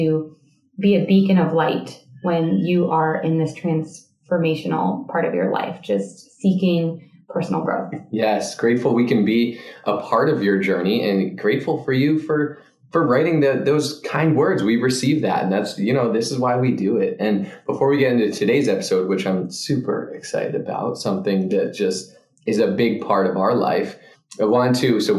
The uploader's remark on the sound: Our mic hookup got messed up for this episode! The audio is decent.